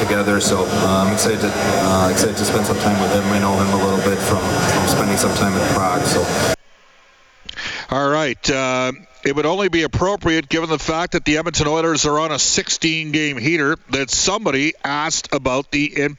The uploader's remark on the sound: kicks off the show from Clare Drake Arena